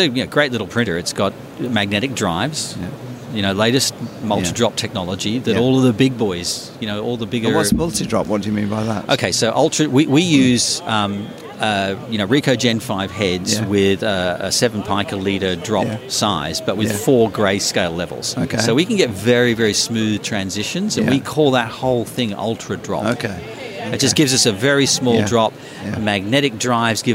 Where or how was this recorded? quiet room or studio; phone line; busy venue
busy venue